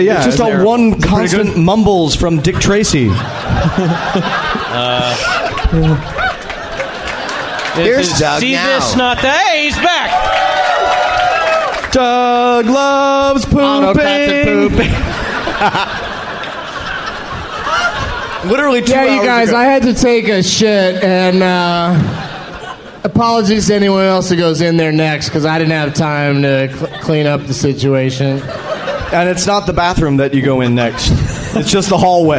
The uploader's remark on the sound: Live from Cobb's Comedy Club at SF Sketchfest